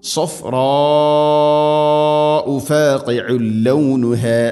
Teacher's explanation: ഇനി സഫ്രാ എന്ന് മദ് മുത്തസിലാണ്, നിർബന്ധമായിട്ടും നാലോ അഞ്ചോ ഹർക്കത്തിൻ്റെ ഖദറിൽ നീട്ടേണ്ട മദ്ദാണ് മുത്തസിൽ, മുത്തസിൽ വാജിബാണ്.